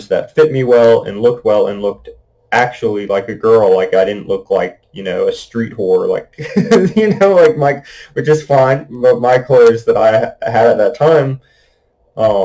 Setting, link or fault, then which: fault, poor microphone